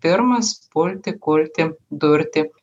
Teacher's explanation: Jeigu kalbėtume apie Marijampolę, tarkim, ten yra tariama pirmas kulti, tai Vilkaviškiai šitie dvigarsiai yra neilginami ir išlaikomi trumpi, tai yra sakoma pirmas, pulti, kulti, durti ir taip toliau. · Term: neilginimas dvigarsių